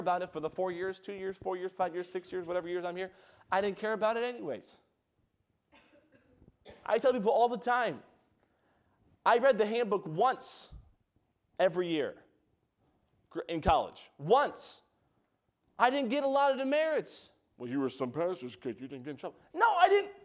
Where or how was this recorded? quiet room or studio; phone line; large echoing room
large echoing room